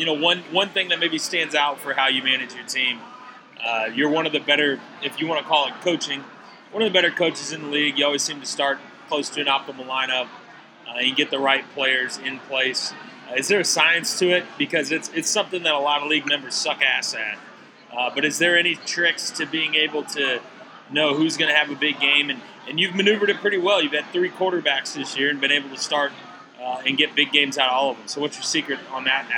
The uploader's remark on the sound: Live from Boulevard Brewing Company